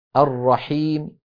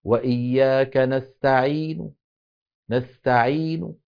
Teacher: خفض الصوت بحيث يذهب ثلثا الحركة ويبقى ثلثها تقريبا · Term: الروم